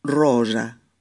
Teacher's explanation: Esta S sonora entre la O y la A, no es rosa, que llevaría dos S, sino rosa, ¿vale?